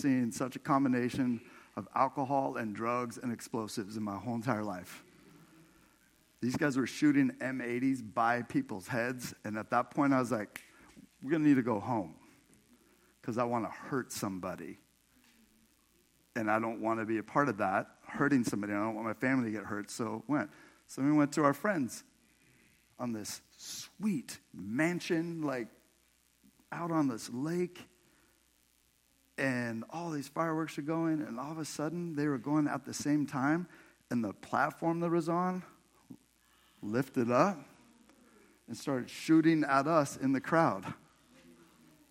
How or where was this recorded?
large echoing room